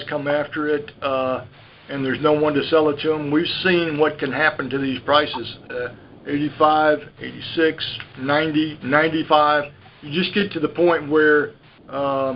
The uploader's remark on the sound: May 2018 Monthly Conference Call